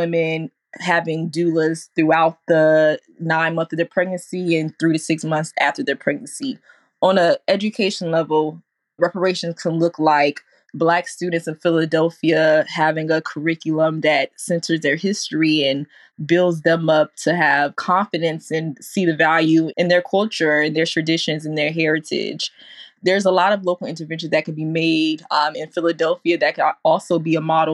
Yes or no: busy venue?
no